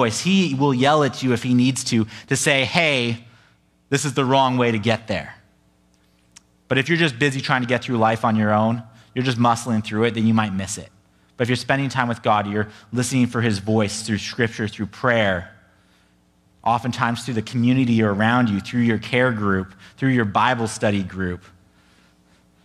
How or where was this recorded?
large echoing room